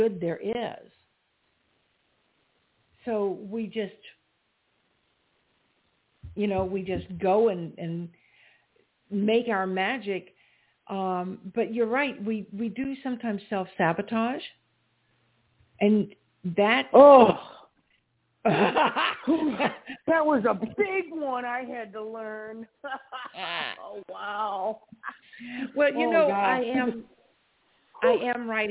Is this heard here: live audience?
no